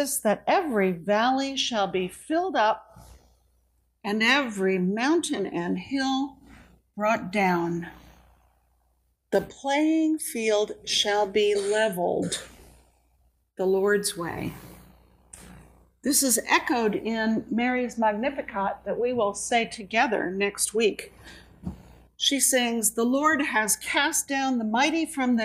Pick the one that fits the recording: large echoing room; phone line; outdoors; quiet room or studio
large echoing room